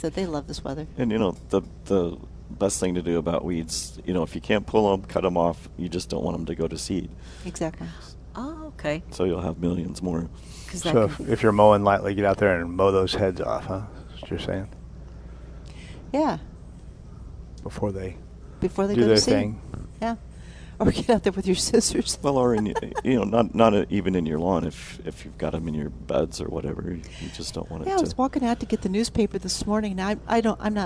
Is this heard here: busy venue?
yes